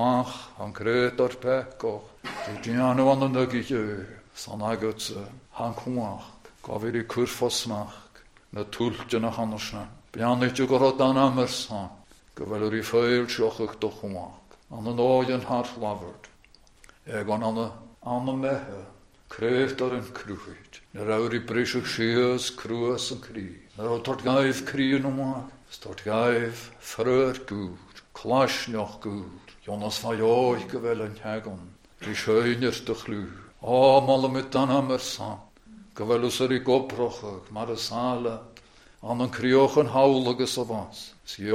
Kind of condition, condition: setting, large echoing room